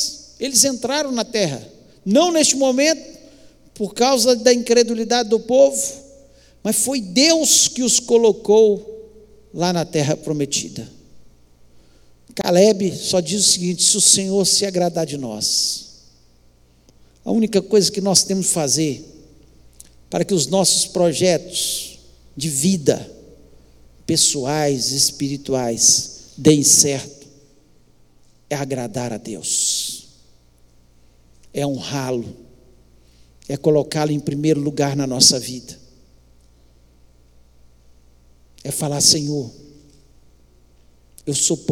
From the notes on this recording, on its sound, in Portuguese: Transmissão ao vivo do Culto de Adoração ao nosso Deus, realizado na Igreja Batista Moriá